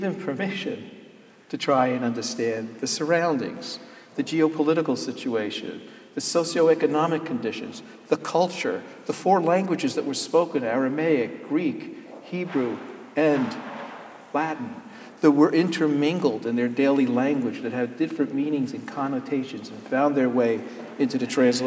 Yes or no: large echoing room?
yes